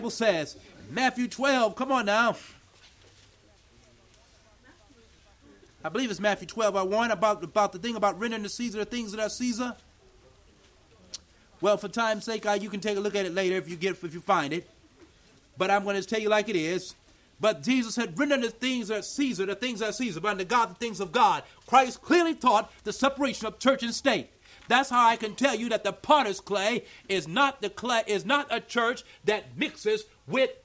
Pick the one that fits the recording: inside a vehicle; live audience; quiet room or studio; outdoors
live audience